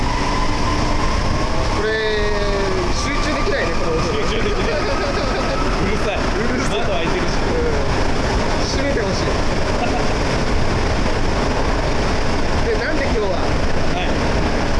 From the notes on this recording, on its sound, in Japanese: 札幌市営地下鉄南北線オフライン収録！※地下鉄内収録のため環境音注意。今回は札幌市営地下鉄南北線真駒内駅からオフライン収録！地下鉄内での収録のため環境音抜群でお送りとなりますのでご注意ください。